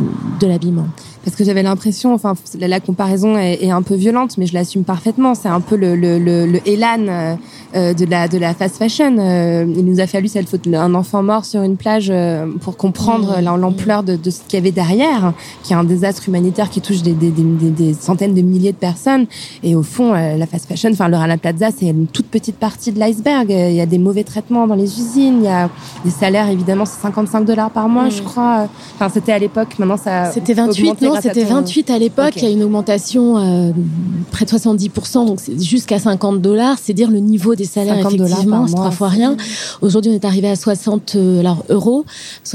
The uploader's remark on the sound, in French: Enregistré le 22 avril 2017 lors de la journée “Fashion Revolution”. Installées au bord du Canal Saint-Martin.